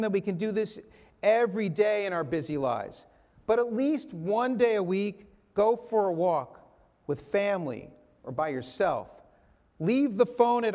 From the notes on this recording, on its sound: This sermon was recorded in our synagogue's sanctuary.